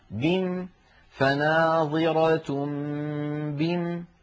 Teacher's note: على ما للاستفهام إلا وحذفت ألفها. بقي سؤال كيف نقف عليها، على رواية حفص عن عاصم نقف عليها بحذف الألف